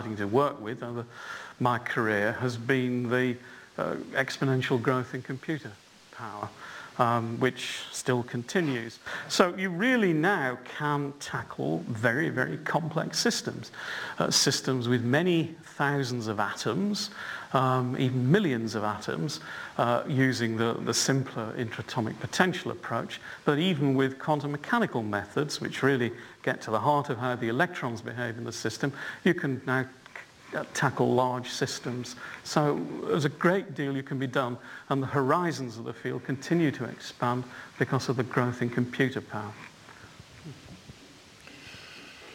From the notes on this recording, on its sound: UCL Lunch Hour Lecture